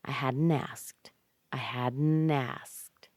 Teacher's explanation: I'm connecting the N with the A. The T is missing.